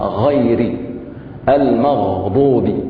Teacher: الشفتان يعني لا تتحرك مع المفتوح فقط نفخم الغين في أدنى الحلق · Term: تفخيم